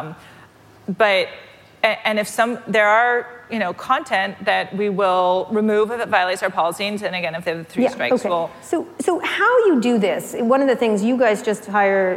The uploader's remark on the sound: Live at Code Media 2018